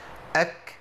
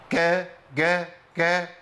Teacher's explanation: لازم الهمس يبقى مع الكاف مصاحب ليها · Shown in: first take · أك لازم يبقى مصاحب، ما اقولش أج ك.